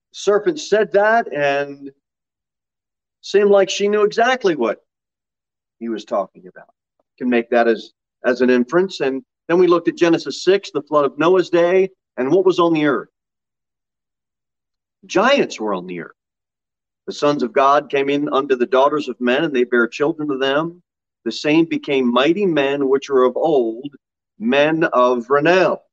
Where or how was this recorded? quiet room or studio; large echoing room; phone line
large echoing room